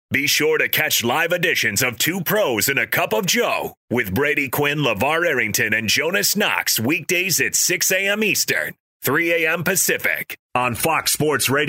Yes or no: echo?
no